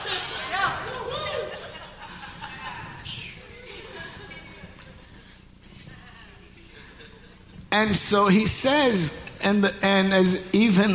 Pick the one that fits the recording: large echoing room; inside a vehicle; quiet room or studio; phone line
large echoing room